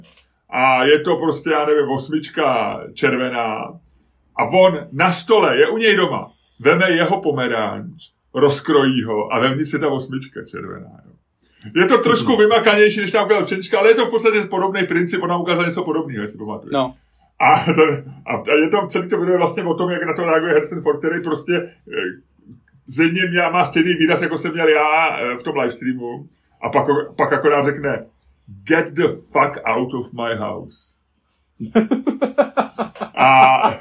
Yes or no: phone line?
no